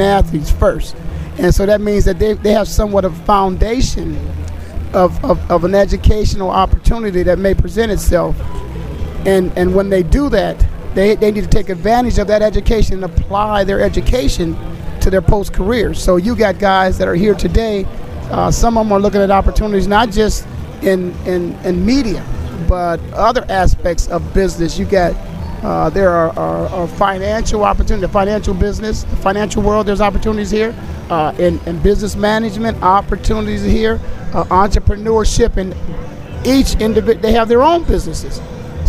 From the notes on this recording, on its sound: Live From Player Networking Event 2011. Voice America will participate as an official online media partner and provide a live simulcast on our Internet TV and Internet Radio channels from event.